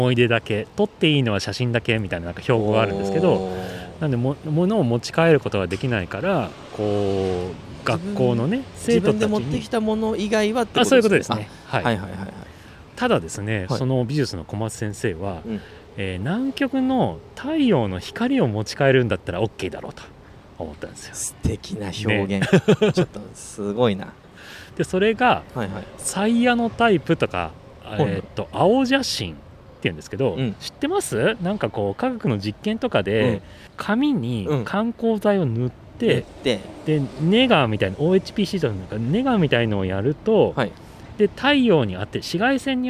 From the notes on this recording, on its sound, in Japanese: 春の日差しが暖かな公園での収録も後編です。